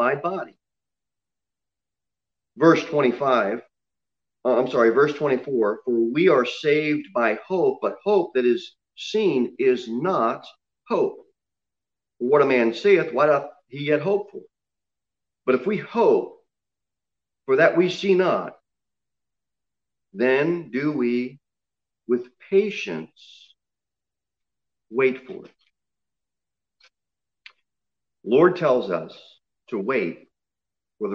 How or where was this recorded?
large echoing room